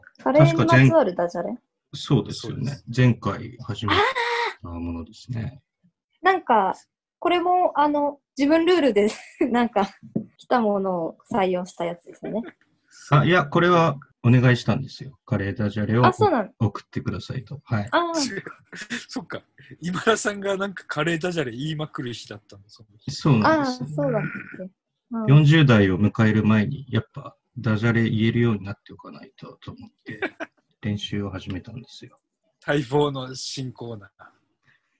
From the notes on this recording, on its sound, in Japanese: 収録地：それぞれの家や職場（zoom収録）